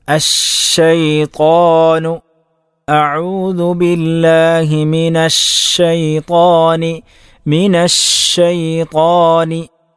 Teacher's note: അശ്ശൈത്വാൻ എന്ന പദത്തിൽ ഷീനിന് ഷദ്ദുണ്ട്. അതുകൊണ്ട് തന്നെ തഫശ്ശി ഏറ്റവും കൂടിയ തരത്തിലായിരിക്കും, ശക്തമായിട്ടുള്ള ഒരു വിശേഷണം തഫശ്ശി അവിടെ ഉണ്ടാകും.